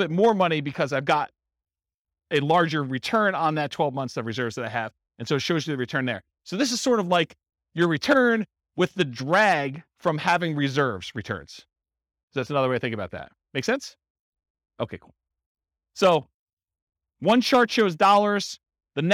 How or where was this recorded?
live audience